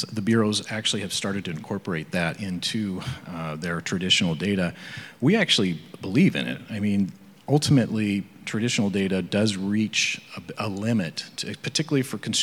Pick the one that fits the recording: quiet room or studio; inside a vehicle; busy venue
busy venue